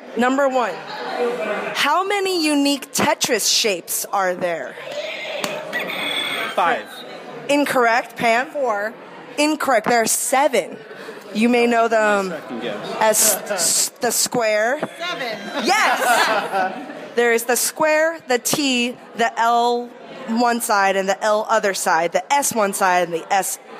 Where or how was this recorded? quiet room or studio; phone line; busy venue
busy venue